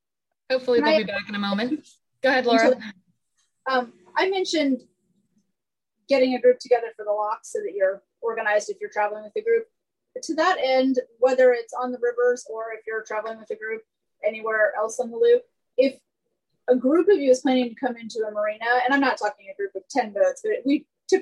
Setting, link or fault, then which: link, video call